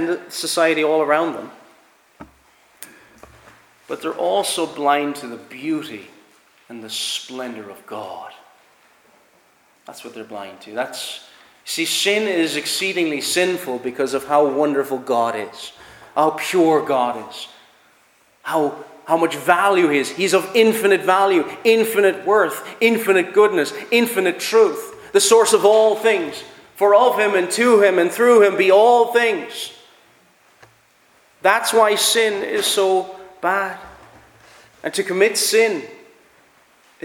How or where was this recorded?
large echoing room